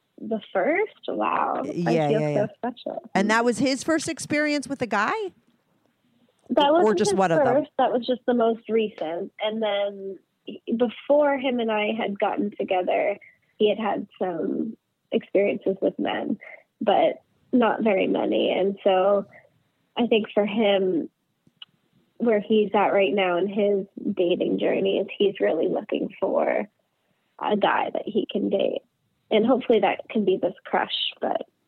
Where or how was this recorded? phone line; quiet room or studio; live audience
phone line